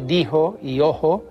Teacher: aspiran también el antiguo sonido palatal fricativo She · Term: aspiración